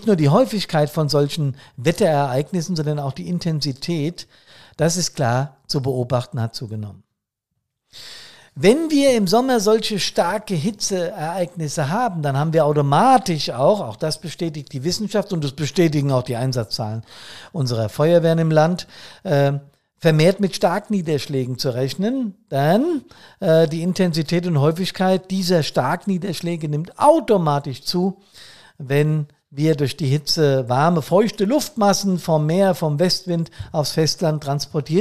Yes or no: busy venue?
no